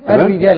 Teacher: الارتعاده ارتعاده اللسان في مخرج الراء. الارتعاده دي معناها هزه بسيطه جدا مش تكرار